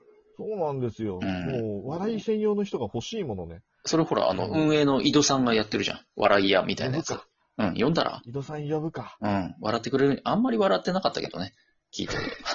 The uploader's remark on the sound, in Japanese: リモート収録。笑い声あり。